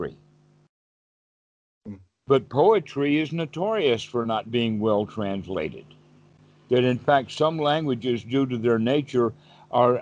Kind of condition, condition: link, video call